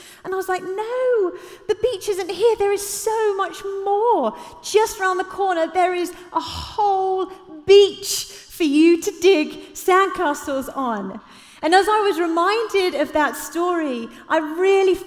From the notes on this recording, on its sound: Live at The Orchard Conference 2022.